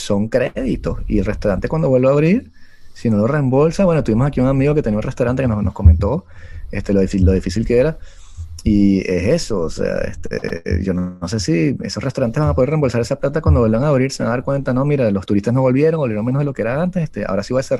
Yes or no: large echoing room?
no